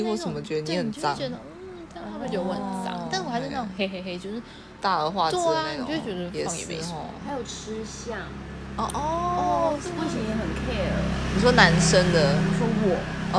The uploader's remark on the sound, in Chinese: 錄音環境惡劣偶有車輛經過大家請見諒